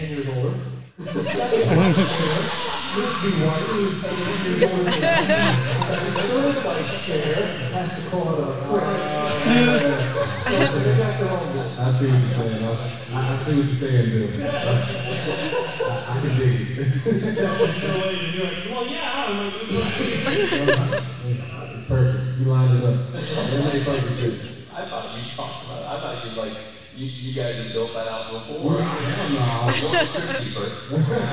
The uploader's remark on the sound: Recorded LIVE from the Greenwood County Democratic Party August '23 Breakfast. Recorded Live from the Morris Chapel Baptist Church Family Life Center in Greenwood, South Carolina!